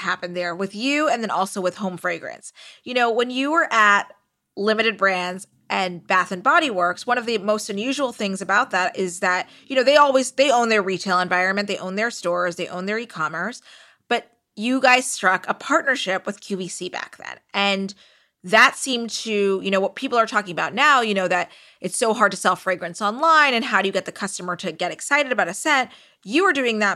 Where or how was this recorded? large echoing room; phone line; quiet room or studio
quiet room or studio